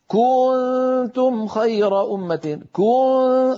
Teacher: فهذا الضغط الزائد والتطويل الزائد لزمن ضمة الكاف يؤدي إلى توليد واو، وهذه الواو حرف، ليست هذه الواو في التلاوة، لابد أن